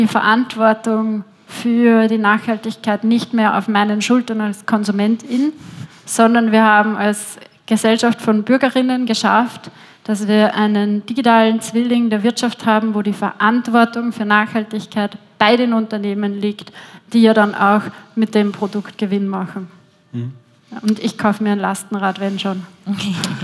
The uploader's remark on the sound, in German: Live-Podcast. Im Polestar Store in der Wiener Innenstadt aufgenommen wurde.